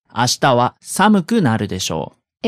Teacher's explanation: the intonation of でしょう and だろう goes down to express the probability. But if you change the intonation, でしょう can work as a tag question, right?